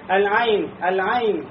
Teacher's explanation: айн легче произнести, чем ха. Почему? Потому что айн является более звонким